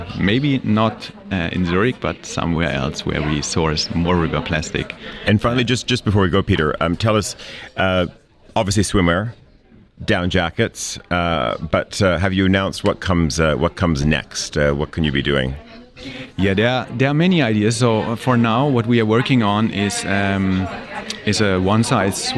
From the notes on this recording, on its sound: Live from Zürich. Our weekend programme comes live from Monocle’s radio studio in Zürich. Discuss key topics in front of a studio audience.